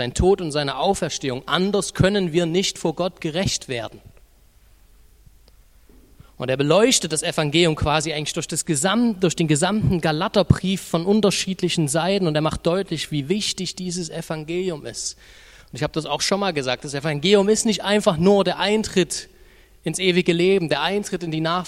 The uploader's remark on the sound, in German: Die Predigt ist aus dem Gottesdienst vom 25.